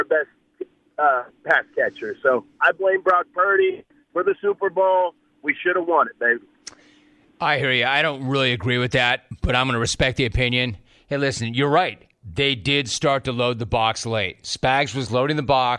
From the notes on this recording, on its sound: Open Phone Lines